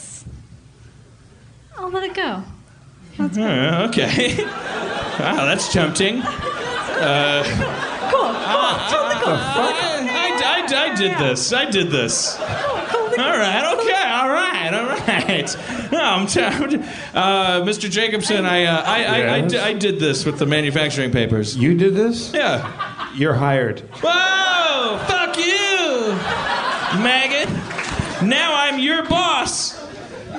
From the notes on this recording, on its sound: Portland, OR. Then he raps and dicks around with people in the audience.